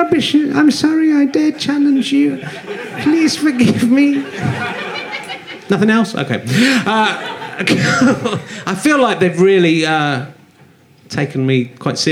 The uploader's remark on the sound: Leicester Square Theatre Podcast